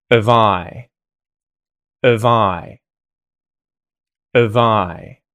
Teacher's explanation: we stress the pronoun I, and the vowel sound in av becomes a schwa sound